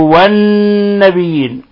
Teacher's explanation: نون مشددة. الحكم التجويدي حرف غنة، حرف غنة يغن مقدار حركتين. والنبيين، ولا يجوز تخفيف النون هنا لأنها مشددة فتغن مقدار حركتين.